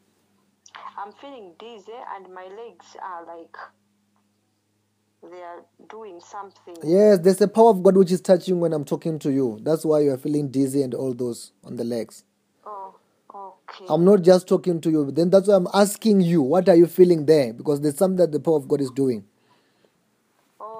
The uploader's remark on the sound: Healing over the phone.